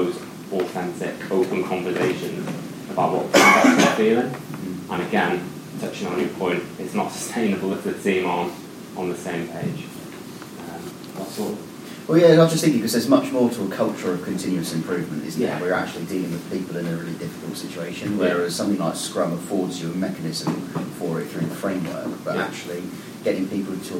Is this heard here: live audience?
yes